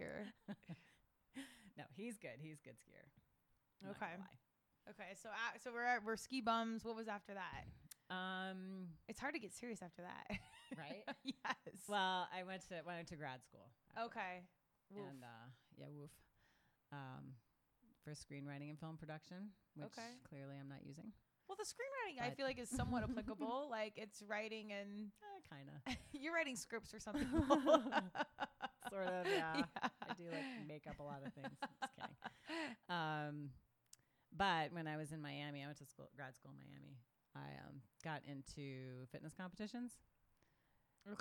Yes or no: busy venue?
no